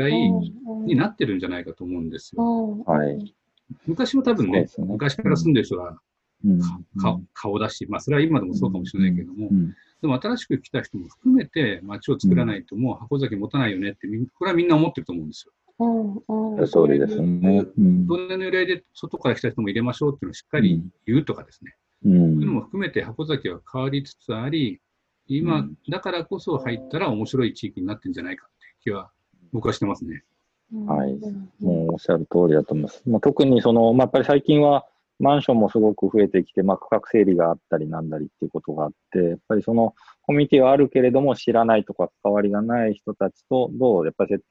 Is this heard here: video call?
yes